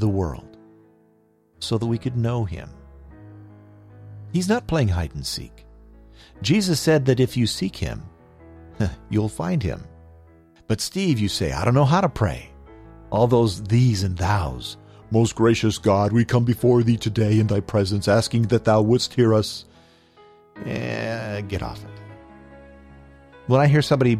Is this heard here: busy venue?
no